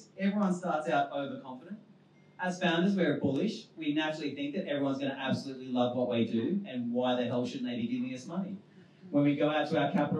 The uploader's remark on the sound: Recorded on our launch at WeWork Pyrmont in August